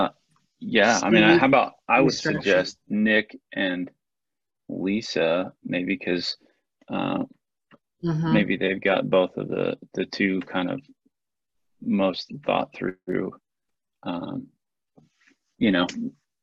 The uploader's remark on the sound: Was held on Zoom due to the pandemic.